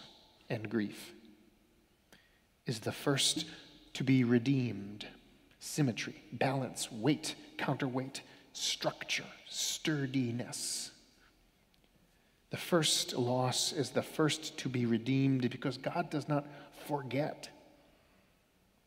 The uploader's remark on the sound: Sermons from Old South Church in Boston